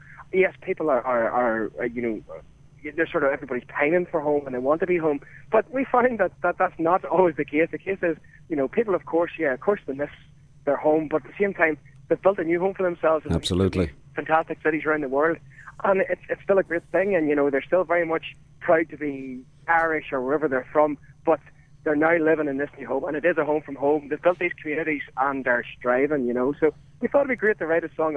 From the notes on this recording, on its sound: called